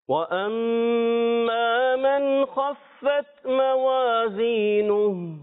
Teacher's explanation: मीम मुशद्दद में गुन्ना करेंगे, फिर एक अलिफ खींचेंगे, मीम मुशद्दद का एक अलिफ का गुन्ना और फिर एक अलिफ खींचना है, ठीक है।